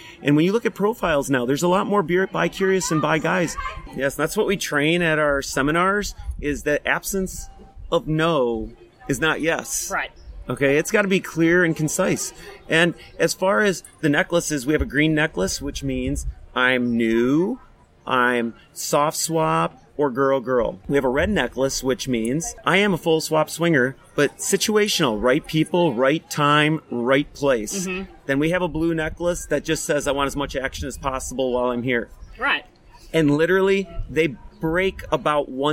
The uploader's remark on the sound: We’re on the ground live in Xbiz Miami talking to cam models, support groups and Young Swingers Week. Join in as we share interviews and audio clips on the ground at an adult industry event called Xbiz.